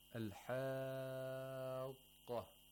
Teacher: Maddul Lazim has to be lengthened to 6 vowel counts